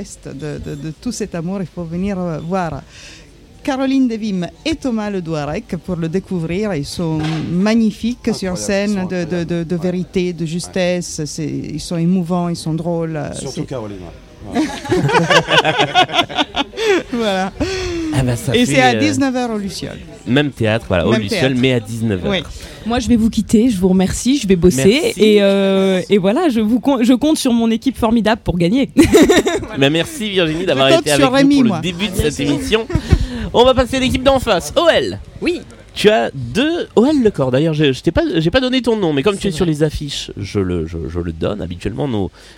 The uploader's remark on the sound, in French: Deuxième halte de notre tournée d'été, à Avignon pendant le festival ! Nous avons enregistré à l'heure du petit déjeuner, à la terrasse du Cid Café qui nous a accueilli.